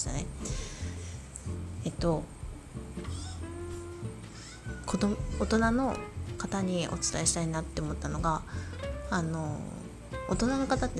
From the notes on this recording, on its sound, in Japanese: 音声に子供の声だけでなく、テレビの音が入っていたため音楽を初めて導入。